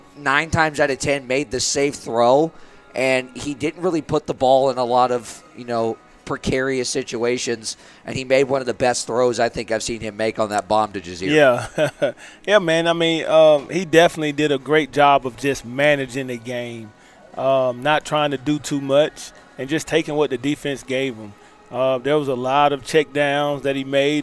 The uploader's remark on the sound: Live in season Tues Nights 730pm from Ledos Pizza in Kernersville